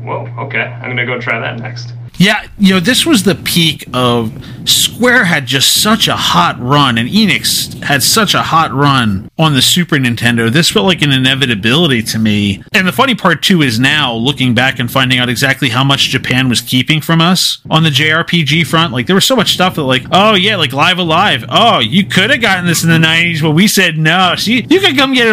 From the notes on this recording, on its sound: APOLOGIES FOR THE AUDIO - We had some technical difficulties that could not be edited around.